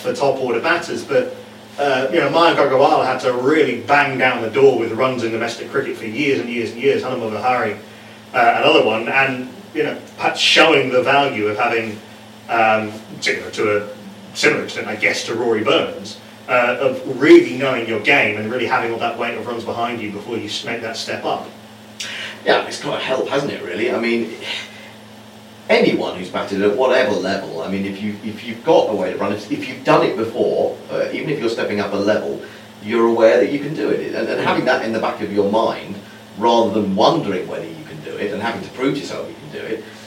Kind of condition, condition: fault, poor sound quality